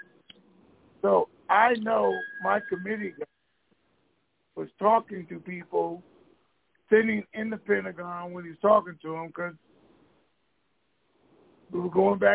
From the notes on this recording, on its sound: TNTSuperfantastic Conference Call